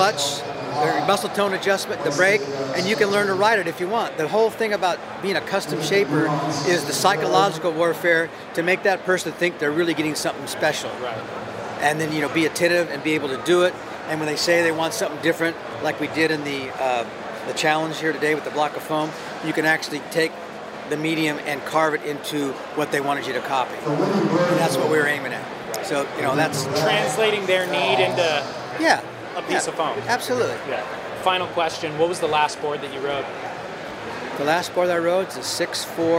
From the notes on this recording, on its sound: This episode was recorded at The Boardroom Show